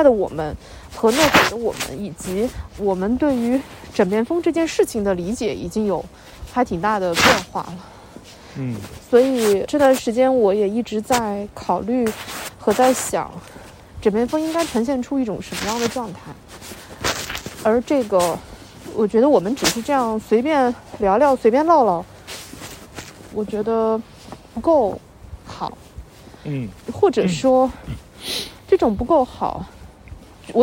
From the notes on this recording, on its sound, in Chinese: 这是一期在大年二十九晚上录制的节目。在基本没人的路上走了一大圈，并用手机录制了这期节目。